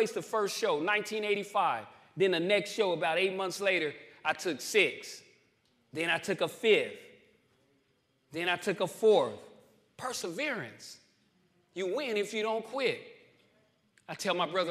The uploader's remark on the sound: New Freedom Recovery Church Live from New Freedom.